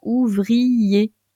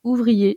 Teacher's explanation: La synérèse, à l'inverse, c'est lorsque vous réunissez en une seule syllabe deux voyelles contiguës dans un mot · Shown in: second take · Et à ce moment-là, vous ne faites entendre qu'une syllabe.